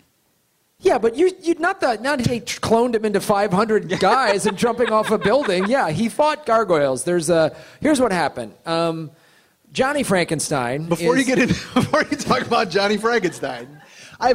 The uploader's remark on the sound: Live in San Diego. Live at the American Comedy Company.